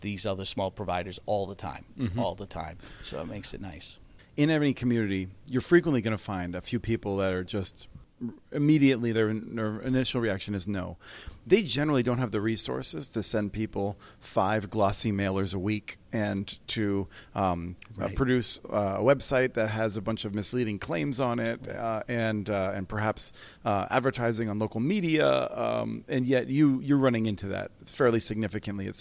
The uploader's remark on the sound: tunes in from Broadband Communities in Houston for an interview